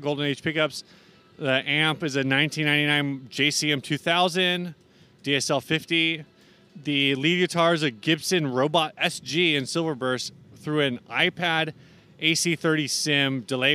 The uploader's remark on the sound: We did our best recording all day outdoors